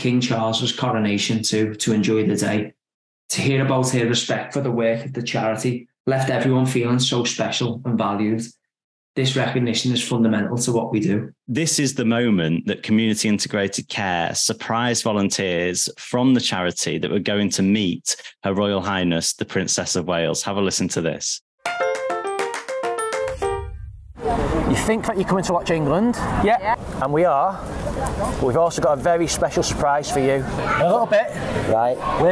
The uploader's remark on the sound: Live from St James’ Park for Magic Weekend